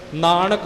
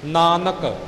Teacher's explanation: ਪਹਿਲਾ ਨੰਨਾ ਤਾਂ ਪਾਠੀ ਸਿੰਘ ਸ਼ੁੱਧ ਬੋਲ ਜਾਂਦੇ ਨੇ, ਪਰ ਅਗਲਾ ਜਿਹੜਾ ਨੰਨਾ ਹੈ ਉਹਦੀ ਆਵਾਜ਼ ਵਿੱਚ ਨਾਣੇ ਦੀ ਆਵਾਜ਼ ਸੰਮਿਲਿਤ ਹੋ ਜਾਂਦੀ ਹੈ · Shown in: first take · ਨਾਨਕ ਬੋਲ ਜਾਂਦੇ ਨੇ।